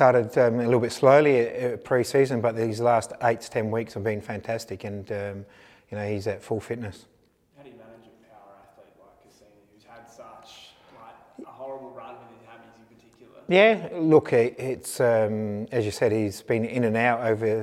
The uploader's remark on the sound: Pre-Match Press Conference